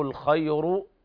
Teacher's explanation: قرأ ورش بترقيق الراء، حيث قال الإمام الشاطبي رحمه الله تعالى: ورقق ورش كل راء وقبلها مسكنة ياء أو الكسر موصلة.